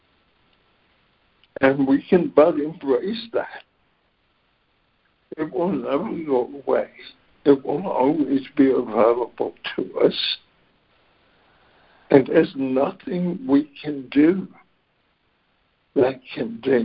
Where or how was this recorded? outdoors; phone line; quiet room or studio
phone line